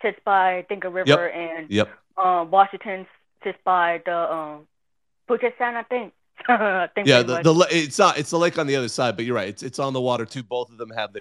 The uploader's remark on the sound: College Football Talk: Listener Calls. Listener calls and college football conversation recorded on our live show.